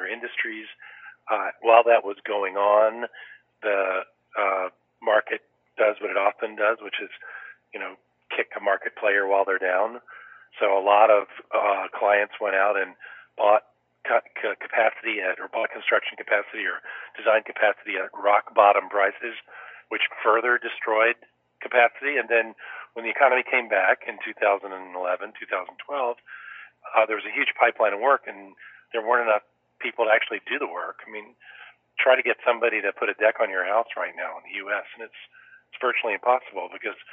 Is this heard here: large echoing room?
no